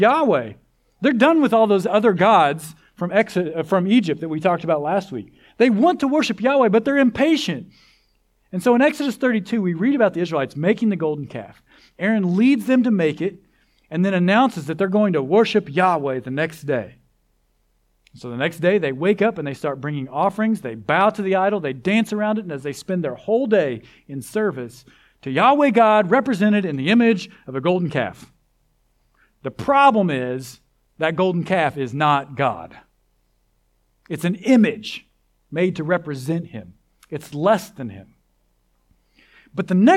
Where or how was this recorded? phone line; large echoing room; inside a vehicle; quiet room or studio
large echoing room